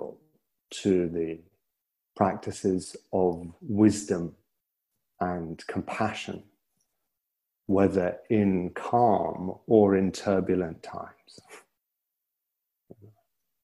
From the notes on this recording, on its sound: (Gaia House) Recording from the online retreat.